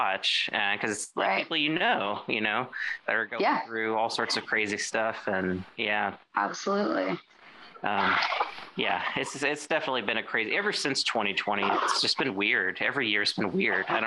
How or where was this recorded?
video call